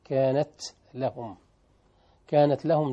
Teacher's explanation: يبين الهمس اللي في التاء